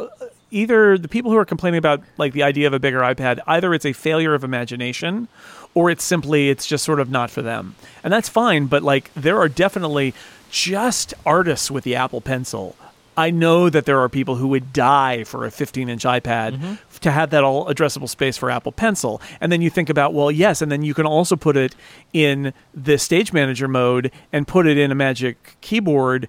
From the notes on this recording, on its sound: An episode recorded live in the California sun. The breeze is blowing.